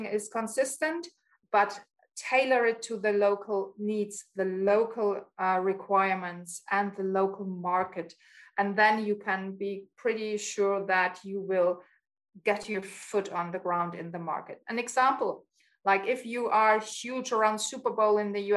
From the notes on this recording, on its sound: joined over Zoom